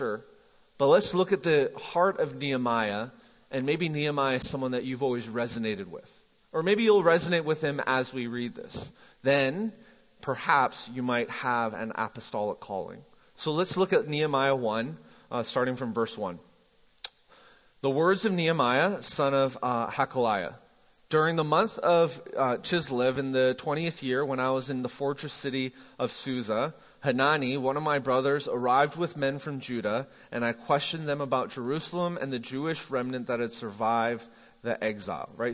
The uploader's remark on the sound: MJ campus. Recorded live at The Fellowship at Mt Juliet on January 20, 2019.